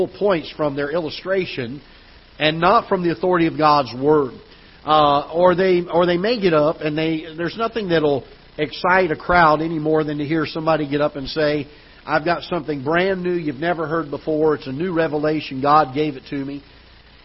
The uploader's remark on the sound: Ketha Heights Baptist Church ~ Live Broadcast.